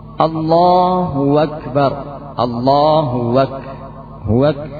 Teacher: Sebagian mengganti hamzah dengan waw.